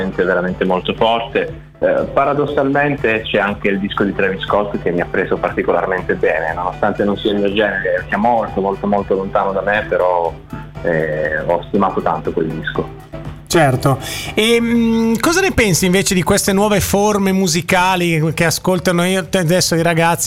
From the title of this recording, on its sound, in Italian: INTERVISTA TELEFONICA